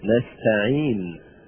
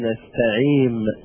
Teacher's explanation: نستعين بالنون، نستعين، وبعضهم يقول نستعيم مثل مستقيم، يقول نستعيم وهذا خطأ، ليست بالميم وإنما بالنون · Shown in: first take